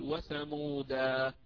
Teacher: فما دامت أنها منونة بالنصب وهذا التنوين لم يكن على تاء مربوطة وأردت أن أقف عليه، أقول وثمودا عادية، فأبدل التنوين ألفا